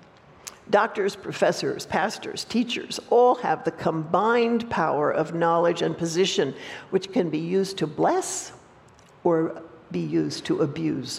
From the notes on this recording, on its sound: opening talk at the recent Restore Conference at Judson University